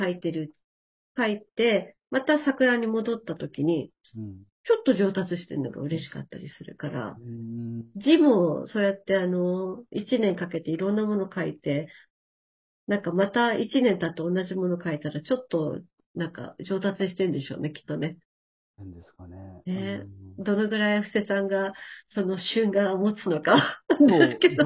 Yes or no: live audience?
no